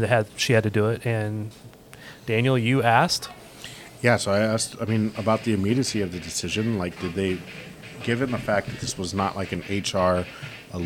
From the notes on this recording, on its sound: Got together in a coffee shop after the press conference. We also play the audio from our first two questions part-way through.